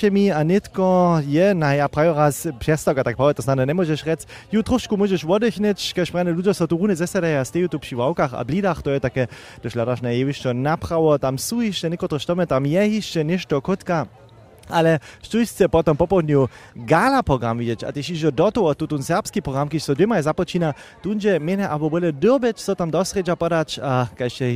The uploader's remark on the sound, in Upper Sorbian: Serbski rozhłós originalnje a live na městnje na festiwalnej njedźeli z Chrósćic.